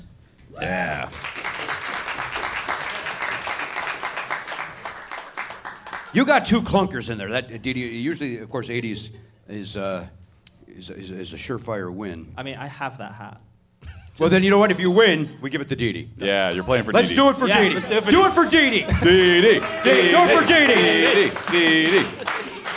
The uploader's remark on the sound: Live at SF Sketchfest. Recorded at the Gateway Theatre in San Francisco on January 11, 2020 as part of SF Sketchfest.